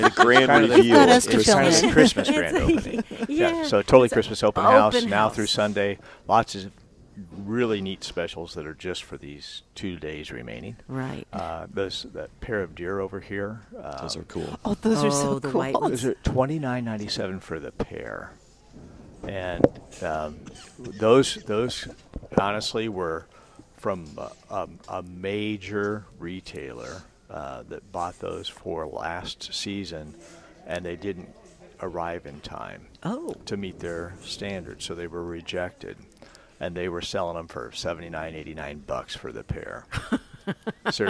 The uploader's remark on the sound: Live at Prairie Gardens